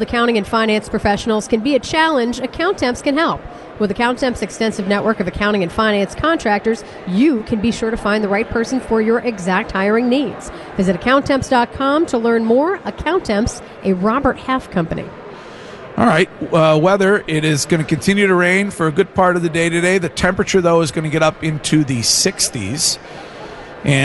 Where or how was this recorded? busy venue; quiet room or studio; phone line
busy venue